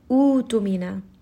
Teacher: So the hamza has been transformed into a two-count med. Now it is a medbadal.